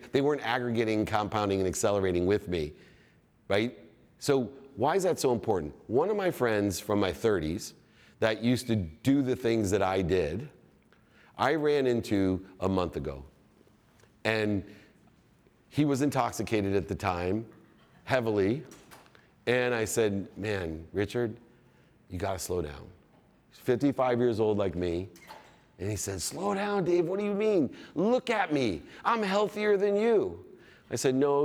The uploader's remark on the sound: In his keynote at the VeeCon Visa Creator Stage